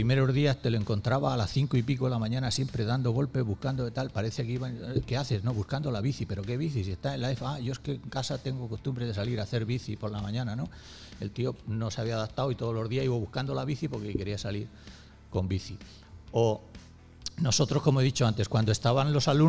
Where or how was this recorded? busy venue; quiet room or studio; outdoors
busy venue